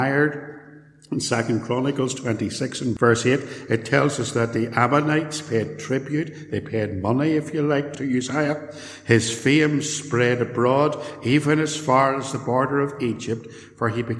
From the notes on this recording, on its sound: a sermon preached at Templepatrick Reformed Church